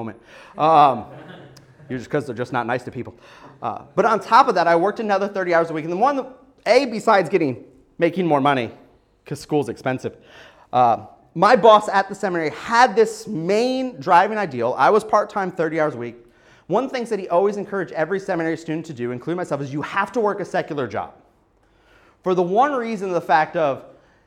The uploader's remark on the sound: SonRise Community Church, New Port Richey, Florida. Part of the God’s Men God’s Mission conference.